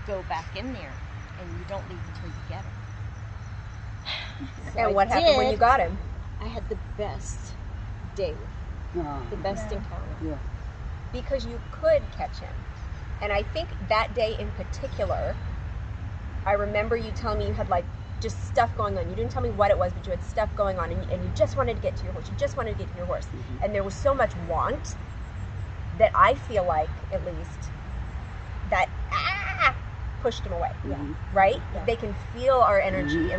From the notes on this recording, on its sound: the sub-par audio in these first sessions